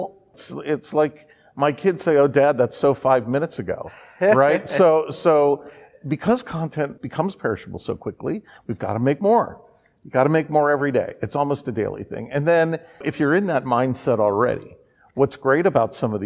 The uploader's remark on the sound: recorded on the ground at the 2023 ANA Masters of Marketing Conference in Orlando, Florida